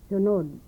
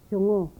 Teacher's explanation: The dental nasal in contrast with the velar nasal. In a medial position.